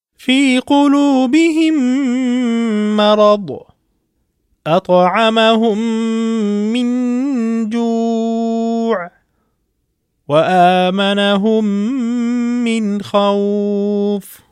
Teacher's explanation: Idgham shafawi. When mim sakina is followed by another mim, it is merged into the second letter, which takes on a shadda, indicating idgham.